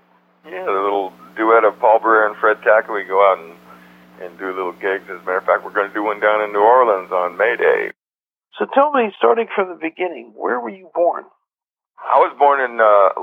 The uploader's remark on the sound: This interview was recorded and broadcast on the radio in 2008. Joined me by telephone.